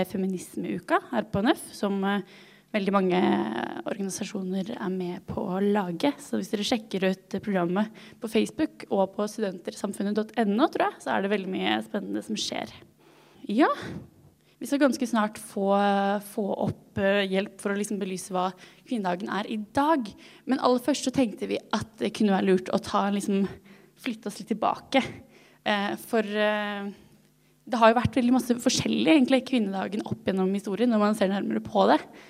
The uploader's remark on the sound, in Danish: Live fra Biblioteket